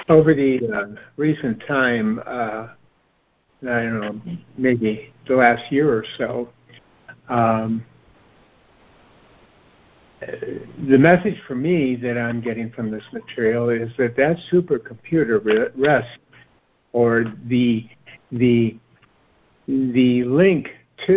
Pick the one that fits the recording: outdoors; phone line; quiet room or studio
phone line